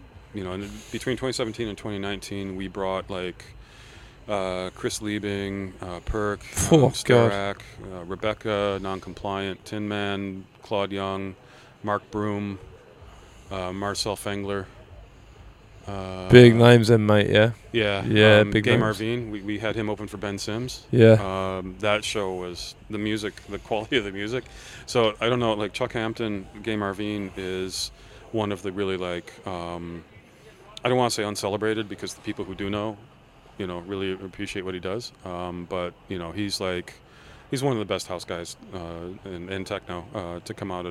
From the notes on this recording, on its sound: PODCAST AT A FESTIVAL. WE are at the Electric love music festival.